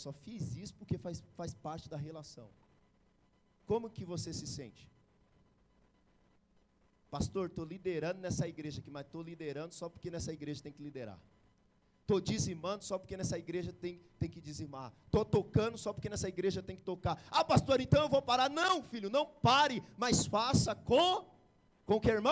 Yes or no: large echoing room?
yes